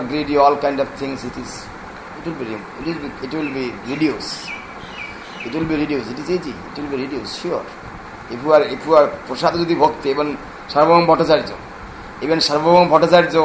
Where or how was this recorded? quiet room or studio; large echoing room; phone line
large echoing room